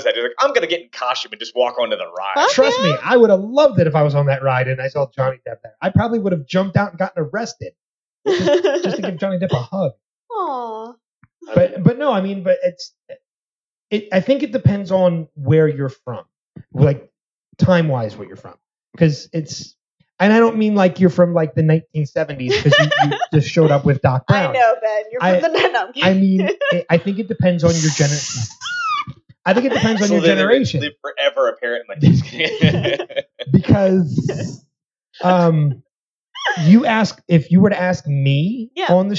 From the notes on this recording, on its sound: As they live stream the show for the first time (minor audio issues, and audio improvements…..)